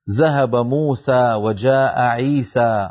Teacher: نمد الألف بمقدارها الطبيعي ولا نزيد على ذلك · Term: المد الطبيعي